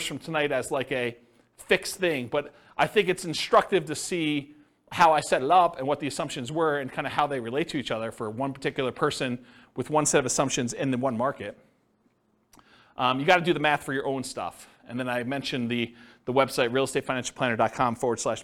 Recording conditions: live audience